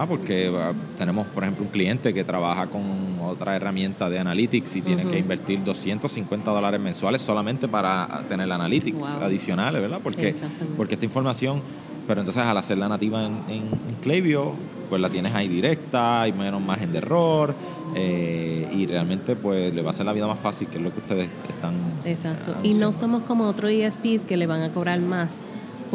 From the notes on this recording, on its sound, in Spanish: Episodio En Directo desde Boston, EE.UU. En este episodio grabado en directo desde la conferencia Klaviyo:BOS en la ciudad de Boston en Estados Unidos.